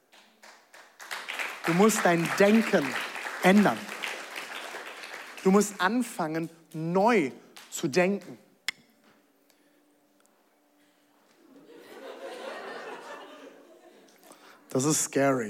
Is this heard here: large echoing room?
yes